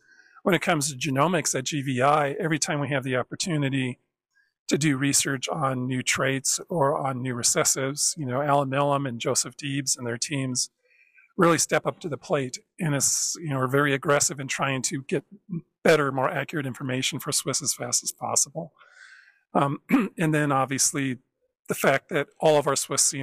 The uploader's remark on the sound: STgenetics ® sits down at the World Brown Swiss Conference